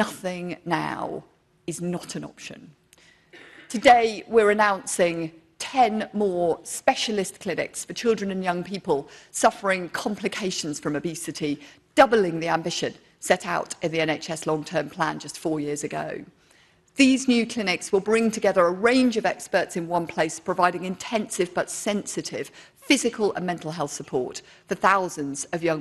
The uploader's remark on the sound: speech to NHS Confed Expo conference, 14 June 2023